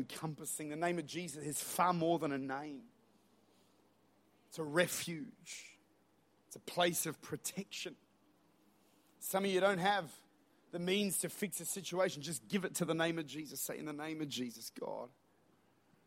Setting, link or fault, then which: setting, large echoing room